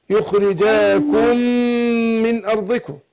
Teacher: ادغام مثلين الميم في الميم